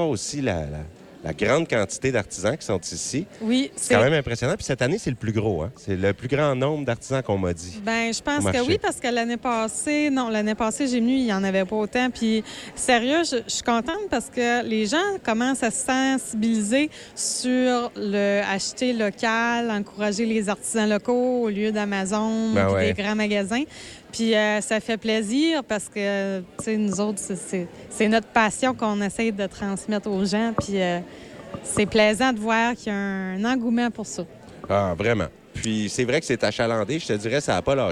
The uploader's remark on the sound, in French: Qui nous parle en direct du marché de Noël de l'école Marie-Gaétane de Kedgwick.